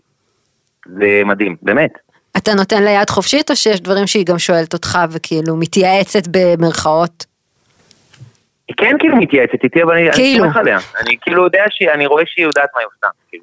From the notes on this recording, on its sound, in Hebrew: וראיון טלפוני